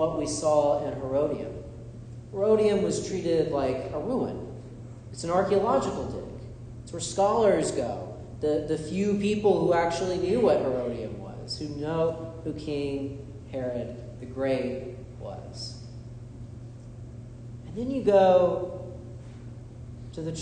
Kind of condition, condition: setting, large echoing room